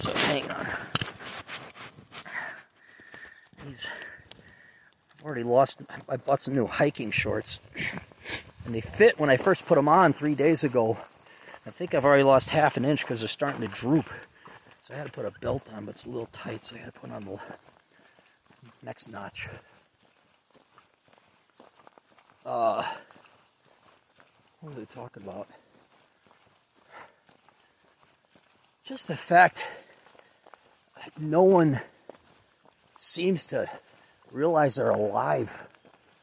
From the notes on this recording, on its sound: a short podcast while hiking